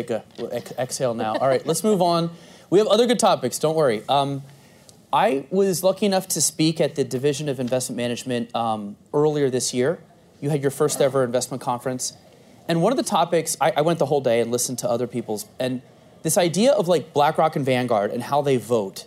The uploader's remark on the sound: In front of an audience at Bloomberg’s 8th Annual ETFs in Depth conference.